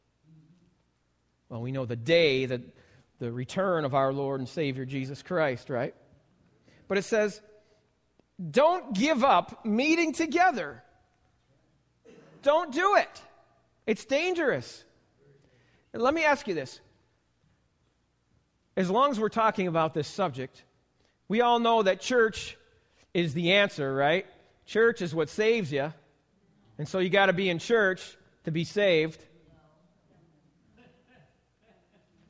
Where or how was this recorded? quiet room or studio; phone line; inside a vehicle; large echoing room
large echoing room